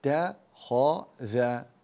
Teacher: الخاء مفخمة بين مرققين اللي هو التاء والذال، فتقول تا خ ذا، لا تقول الطا طخذ، لا انتبه.